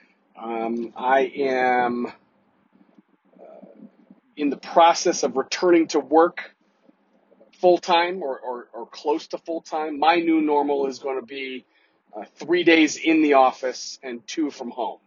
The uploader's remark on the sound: In this solo episode. Apologies for the bad audio... I didn't have Pip perform his audio wizardry.